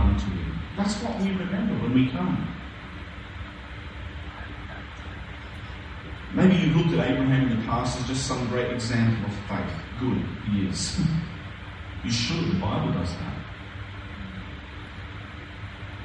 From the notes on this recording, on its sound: A few audio problems this week, but we got there in the end.